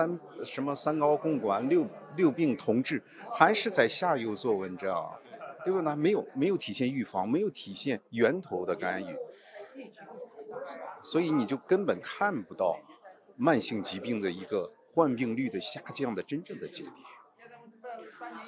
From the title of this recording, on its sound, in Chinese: 低碳医学与技术产业协会筹备会现场采访